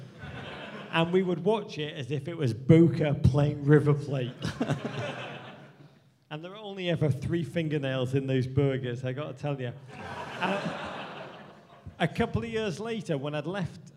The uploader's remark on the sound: Live at the British Embassy in Washington D.C.